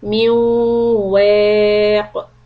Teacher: hold it to harakat on waw and give enough time for the nasal sound to come out and then stop on qaf with qalqala · Term: idgham